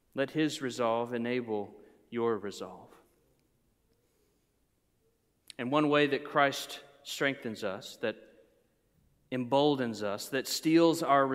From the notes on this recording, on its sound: Preached during a Good Friday Service.